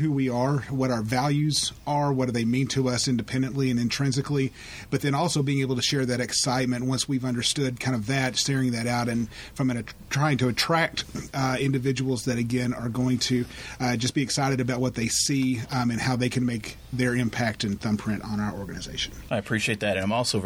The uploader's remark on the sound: In this special episode recorded during CareerArc's EMBARC conference.